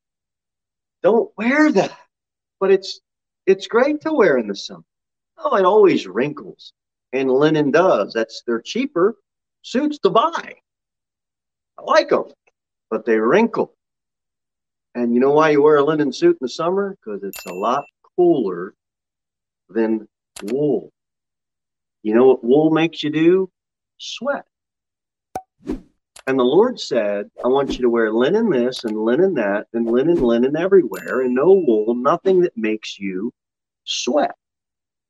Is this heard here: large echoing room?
yes